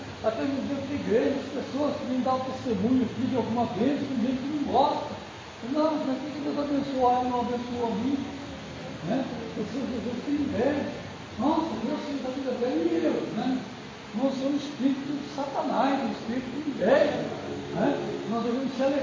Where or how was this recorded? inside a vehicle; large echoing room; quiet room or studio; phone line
large echoing room